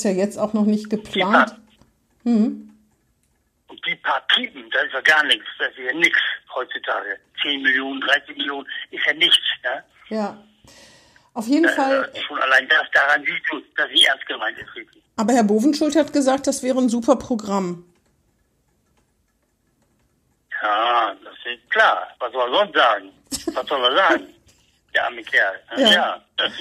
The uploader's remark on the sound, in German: Findet urlaubsbedingt in dieser Woche wieder per Telefon-Schalte statt. Dieses Mal zur Hälfte live aus Wien.